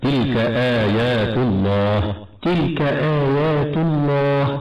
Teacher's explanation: فكلمة آيات مختومة بحرف تاء مضمون وأتى بعدها لفظ الجلالة، فالواجب أن تفخم اللام من اسم الله